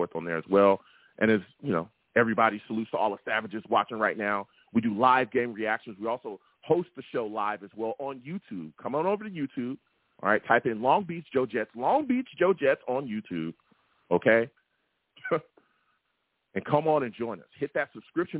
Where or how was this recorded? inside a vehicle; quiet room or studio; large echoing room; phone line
phone line